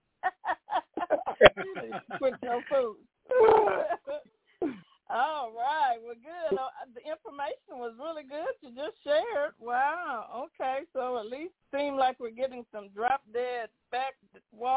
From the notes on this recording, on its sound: TNTSuperfantastic Conference Call